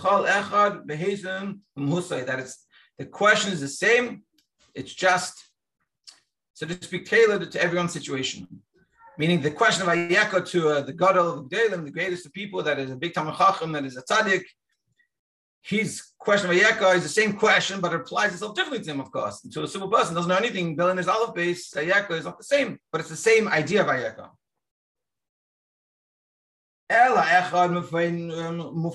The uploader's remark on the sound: Daily Zoom Shiur.